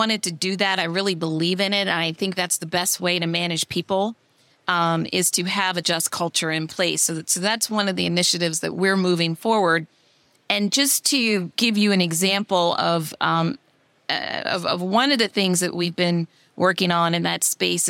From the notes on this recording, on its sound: This week, we give you Part 2 of our special CEO roundtable recorded live at APTA TRANSform Conference and EXPO.